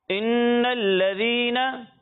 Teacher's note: नून में गुन्ना करना है